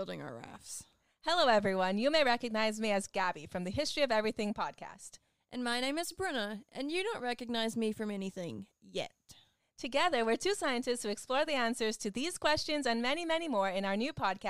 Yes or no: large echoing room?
no